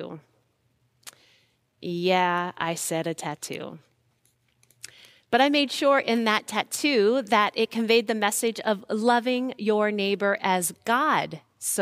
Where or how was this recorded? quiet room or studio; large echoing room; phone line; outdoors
large echoing room